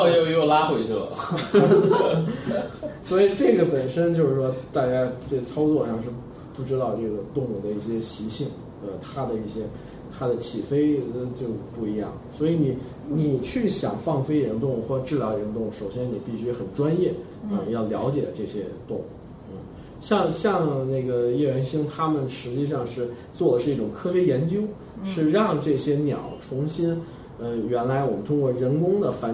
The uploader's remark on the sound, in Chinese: 本期节目为在张大妈办公区用录音笔录制，可能有街道上的杂音，请见谅。